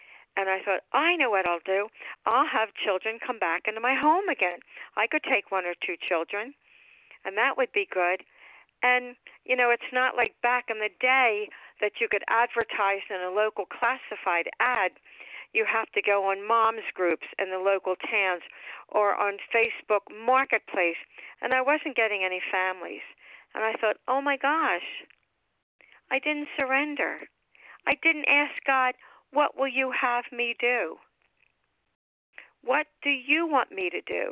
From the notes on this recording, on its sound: 100 Pounders Phone Meeting